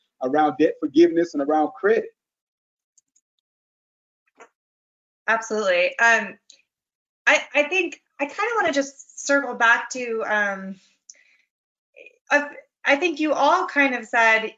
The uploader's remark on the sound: This panel was part of a James Beard Foundation webinar series to support the food and hospitality industry through COVID-19.